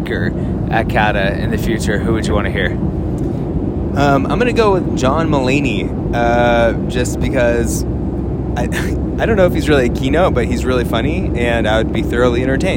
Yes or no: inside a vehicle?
yes